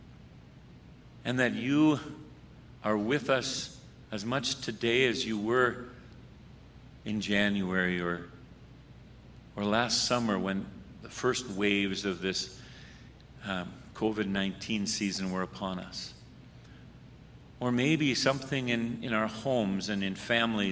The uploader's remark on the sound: The Worship Service for the Red Deer River, a Lutheran Brethren Church Plant, recorded for June 20, 2021.